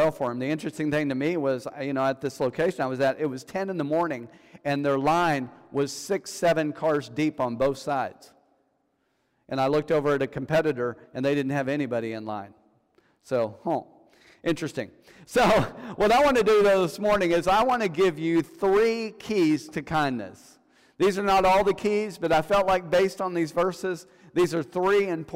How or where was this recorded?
large echoing room